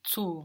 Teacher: The U in German is a long sound like food, no? Like the double O in food, unless we have a double consonant afterwards, shortening it, no? · Term: long vowel